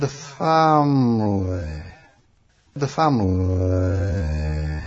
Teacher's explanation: The happy sound is getting more tense. · Term: happy tensing